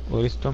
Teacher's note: الثاء في التاء، الثاء الساكنة في التاء